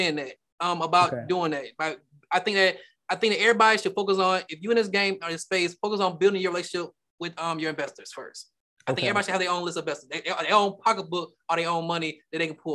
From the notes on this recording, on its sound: Investors Gallery is a live Zoom open to the public. Investors Gallery is recorded and filmed in the Art Gallery built in the home of the Principle of Dimensional Capital Partners.